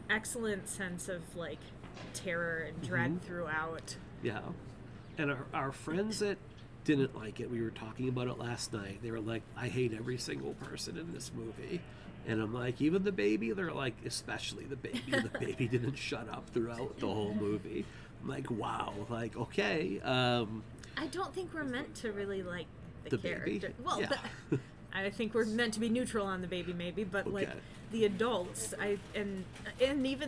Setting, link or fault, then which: setting, outdoors